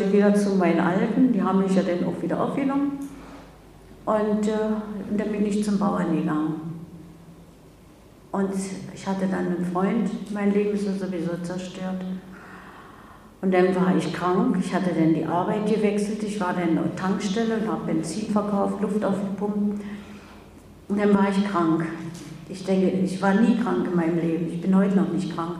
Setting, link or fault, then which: setting, live audience